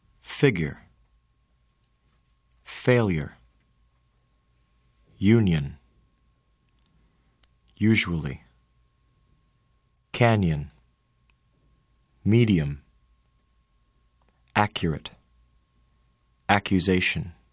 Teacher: When U occurs in unstressed syllables, the second sound of the combination changes from U to the unstressed vowel sound. Begin with E, then move your lips to the almost closed and relaxed position of the unstressed vowel sound.